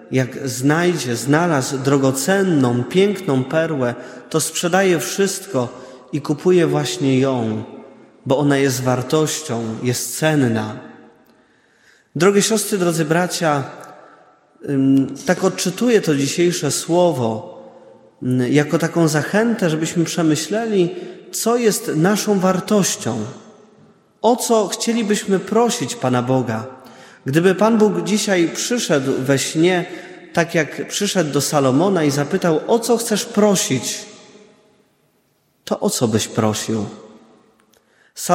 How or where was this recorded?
large echoing room